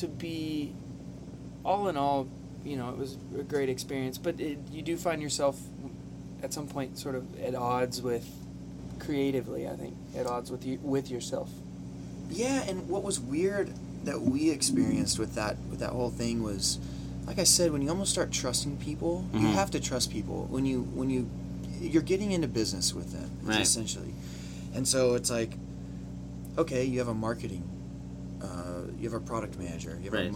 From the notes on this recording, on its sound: Sorry for the engine hum. Just sitting on the bus and listening to them weave their stories and songs together.